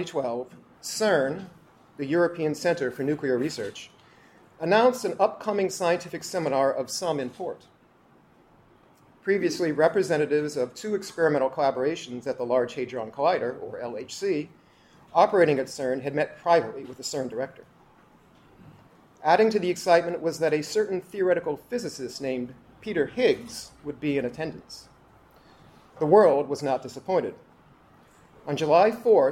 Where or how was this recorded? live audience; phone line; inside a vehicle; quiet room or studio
live audience